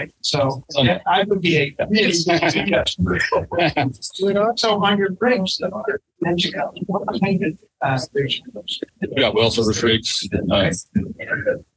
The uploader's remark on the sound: Live in the Permian Oil Show. We were live at the Permian International Oil Show, and It was a blast.